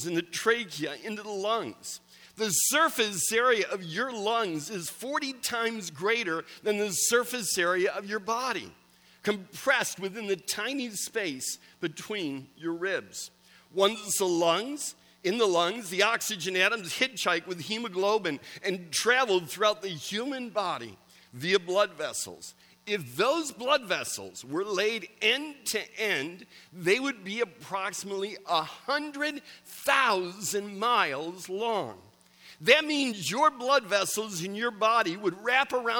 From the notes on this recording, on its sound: Recorded December 17, 2017 at Central: A Christ-Centered Church, Ewing, NJ.